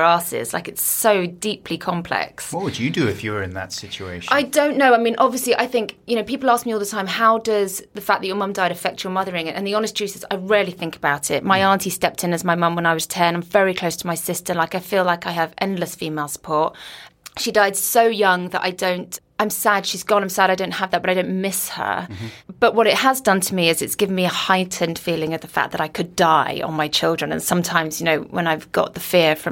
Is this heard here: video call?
no